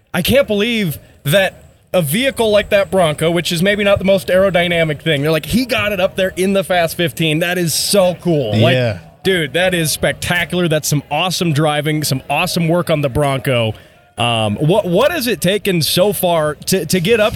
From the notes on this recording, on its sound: LIVE from the Pikes Peak Hillclimb. Live from the streets of the Hillclimb Fanfest!